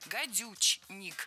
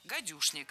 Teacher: Гадюшник пишется с ч, гадючник, но произносится с ш, гадюшник. · Shown in: second take